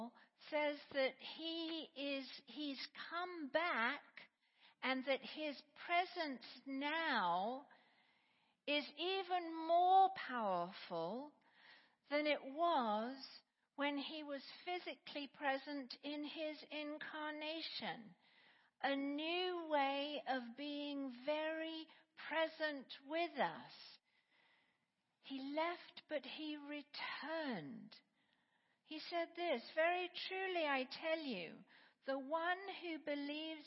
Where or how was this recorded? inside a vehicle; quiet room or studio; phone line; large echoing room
large echoing room